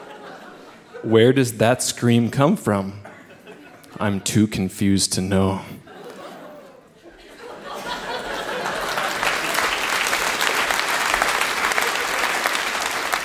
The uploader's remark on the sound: Recorded live at the Cosmo Seniors Center as part of Winterruption 2017.